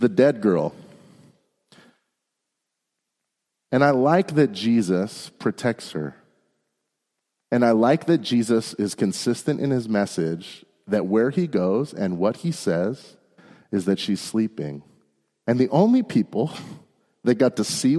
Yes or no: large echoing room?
yes